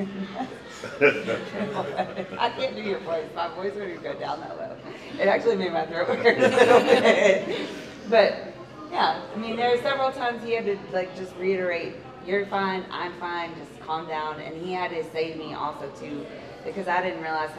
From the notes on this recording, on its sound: The Mocha's live at Splash Mocha.